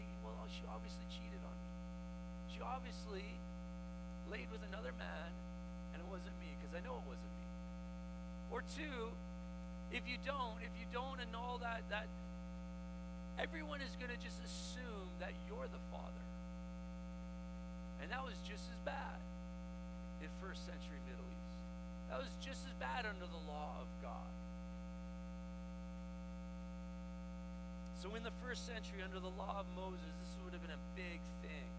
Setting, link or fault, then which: fault, hum or buzz